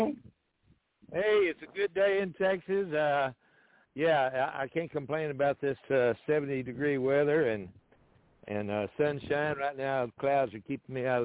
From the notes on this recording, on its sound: TNTSuperfantastic Conference Call.